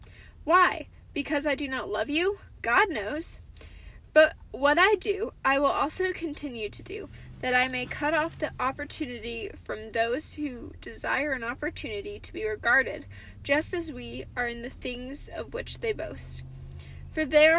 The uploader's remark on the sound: Cozy Convos in the Car!